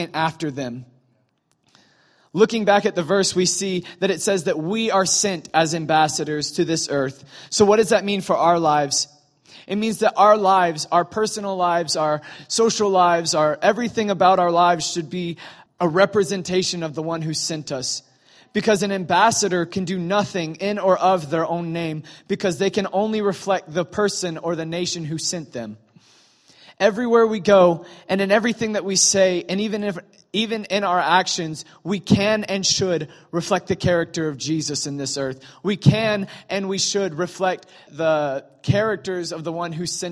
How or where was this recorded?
live audience